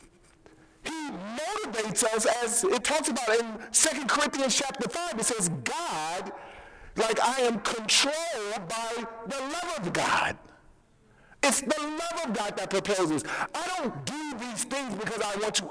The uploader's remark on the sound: We apologize for the poor audio quality